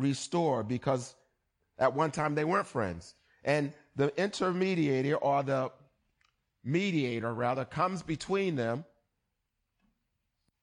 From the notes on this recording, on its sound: Recorded on 20160522 at the 08:30am Service.